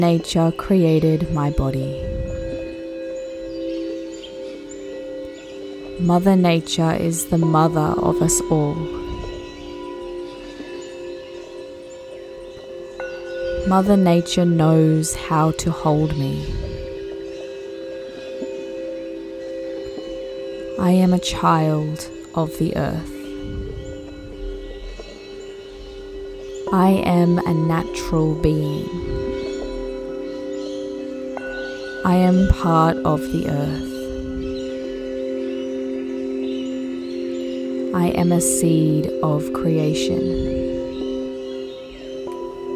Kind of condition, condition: fault, sounds in the background